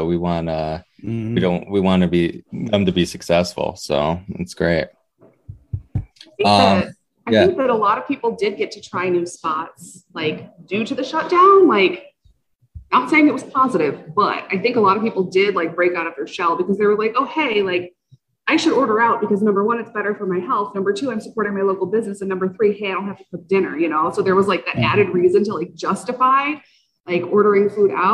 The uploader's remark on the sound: Recorded Live on Zoom